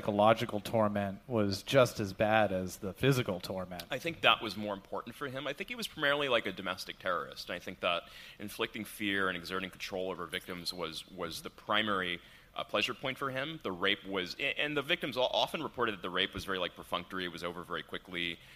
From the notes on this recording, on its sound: We're live at Crime Con 2018 in Nashville.